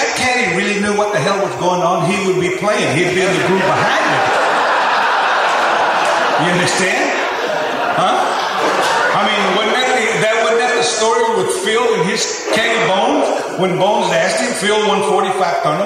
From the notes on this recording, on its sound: Headlined the first-ever Lone Star Luncheon hosted at the Texas Sports Hall of Fame. Listen to footage of the event. In front of a live audience.